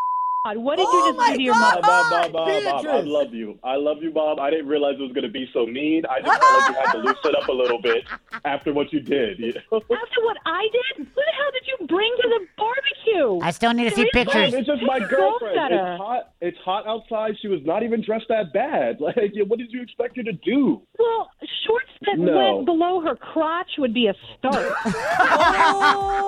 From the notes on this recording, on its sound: We opened up the phone lines